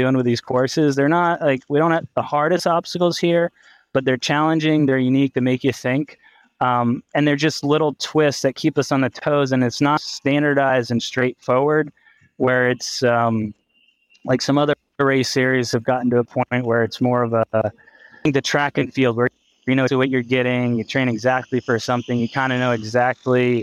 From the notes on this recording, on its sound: Post race interviews straight from the live coverage. Talk to some of the top Pros of the day in Savage Ohio 2023.